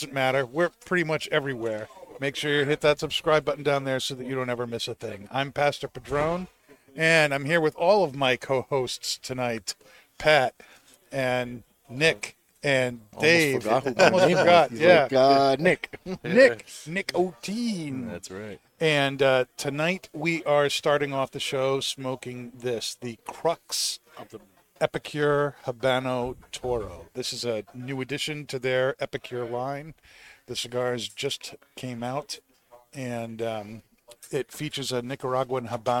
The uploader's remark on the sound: Recorded live from the 7-20-4 Lounge!